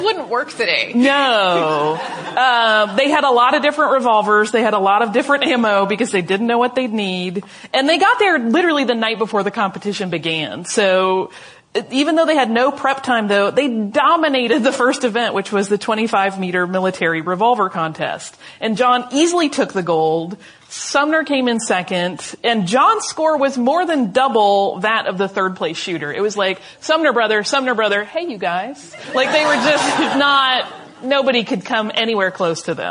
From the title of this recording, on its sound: Live at the DMA